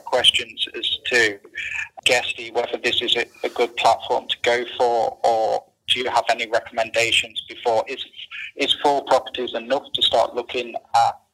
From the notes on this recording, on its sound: Live Mentoring Call.